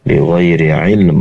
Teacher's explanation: Ainya keluar dari tenggorokan bagian tengah